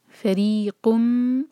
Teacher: قاف کو میم سے سیدھا جوڑیں گے، فریقم، اور جب میم پر آئیں گے تو میم کو ہولڈ کریں گے. · Term: ادغام غنہ کے ساتھ